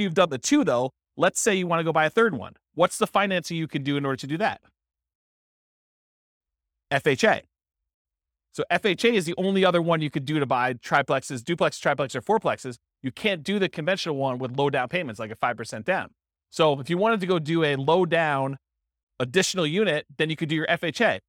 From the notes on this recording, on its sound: This was a live class recorded.